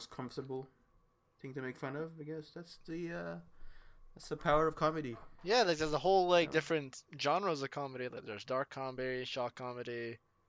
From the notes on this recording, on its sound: Sorry about the audio problems in this one